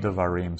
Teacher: And it opens the word, so there's no vowel before it, so it's got the dot in it, Dagesh Lene. It's a hard D, followed by this Shva, this very short vowel, Bait, then a long A, Devarim, and then the Hirek, the dot under the Resh, and the Yod together functioning as a vowel.